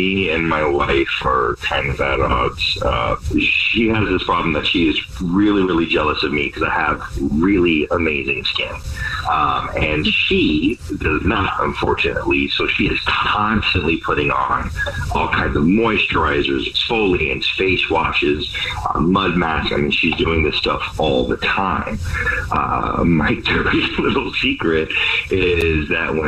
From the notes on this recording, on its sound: One of our listeners is on the phone and wants to tell us his Dirty Little Secret that might be affecting his wifes complection??